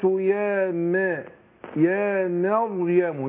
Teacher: مفخم الراء لكن ما فخمش الميم مع راء · Term: برقق الميم